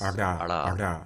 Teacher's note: The retroflex tap is, again, underside of the tongue, glancing blow, slapping down